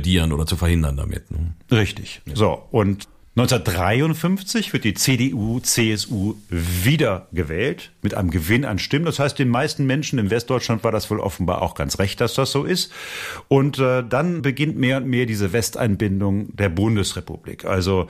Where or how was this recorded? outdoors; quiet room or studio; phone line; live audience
quiet room or studio